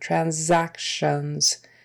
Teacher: And that S in the middle is a Z sound, transactions.